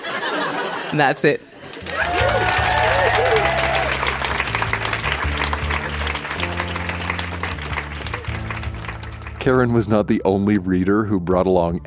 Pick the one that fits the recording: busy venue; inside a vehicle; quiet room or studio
busy venue